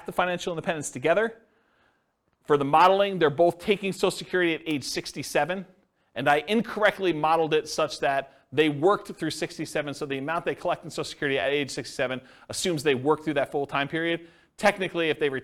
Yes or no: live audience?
yes